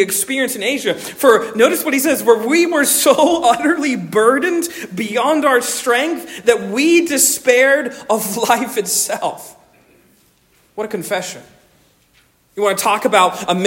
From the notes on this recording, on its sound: Originally delivered on 28 January 2024 at Stonington Baptist Church, Paxinos, PA. Originally delivered on 28 January 2024 at Stonington Baptist Church, Paxinos, PA.